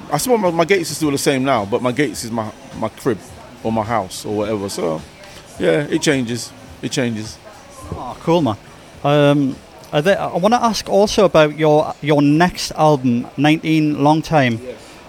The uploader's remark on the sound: Newcastle The Bridge Hip Hop UK Festival Newcastle upon Tyne. The interview was filmed at the Star and Shadow as part of the The Bridge Hip Hop Uk Festival that was held in Newcastle.